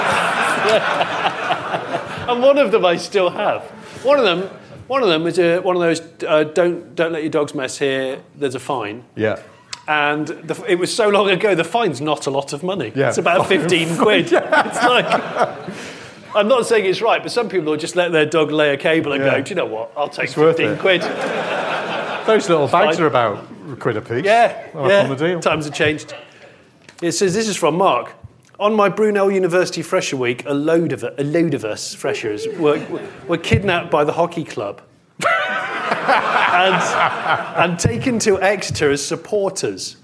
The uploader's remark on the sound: In the second live recording from Bristol. Answer audience questions.